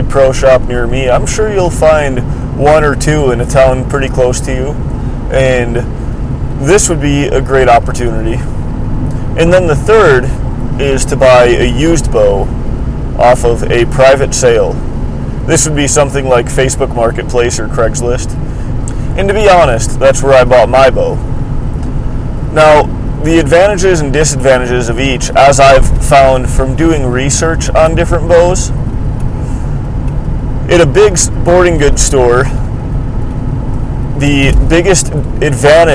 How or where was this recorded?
inside a vehicle